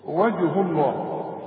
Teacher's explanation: ما دام اله مضمومة بنفخم لفظ الجلالة